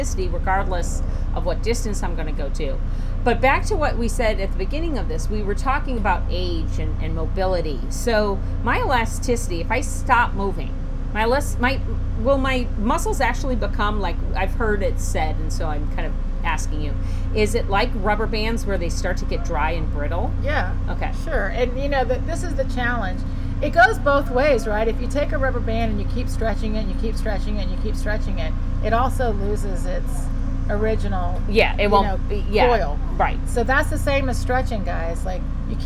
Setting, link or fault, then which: fault, sounds in the background